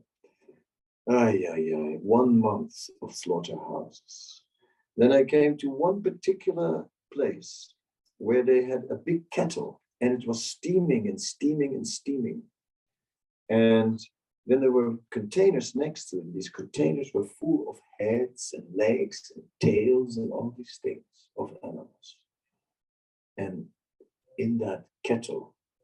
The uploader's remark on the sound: Zoom Meeting. Amsterdam.